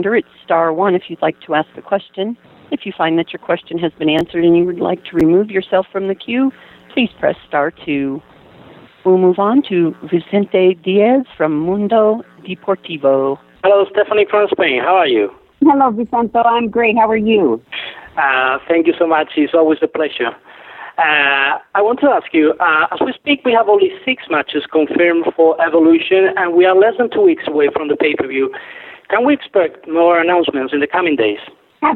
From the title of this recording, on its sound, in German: am Telefon